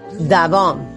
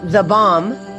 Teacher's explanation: muchas veces la pronuncian como D-A, da, en vez de the. Entonces, en vez de decir the bomb, dicen da bomb.